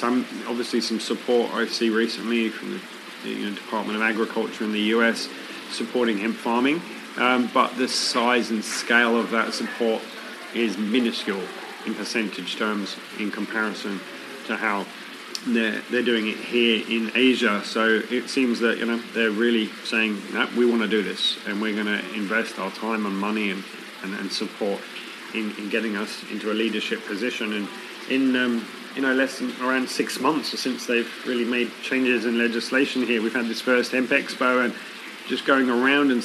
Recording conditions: busy venue